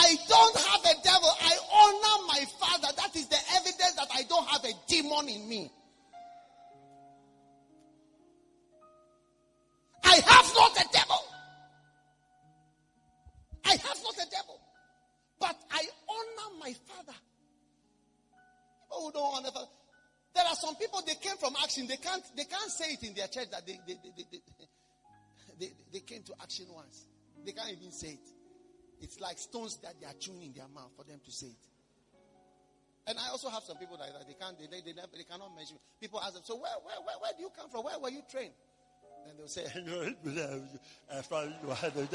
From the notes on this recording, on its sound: Preached at the Action Chapel International, Accra.